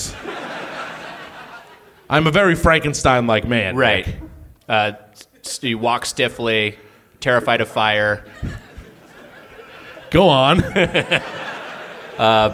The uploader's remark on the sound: Recorded live at Revolution Hall in Portland, Oregon.